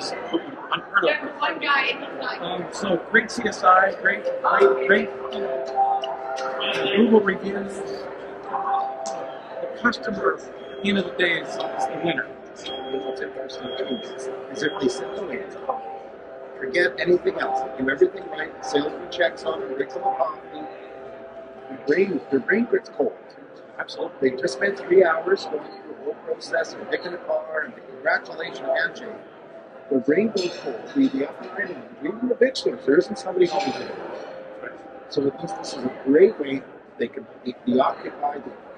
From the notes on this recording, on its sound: Doing a special "Ambush Interview" at Driving Sales in Las Vegas for the Auto Hub Show.